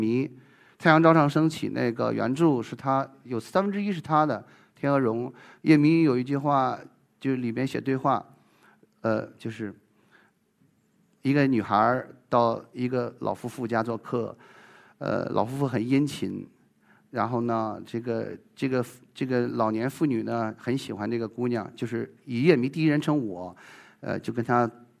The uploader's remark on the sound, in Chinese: 一席现场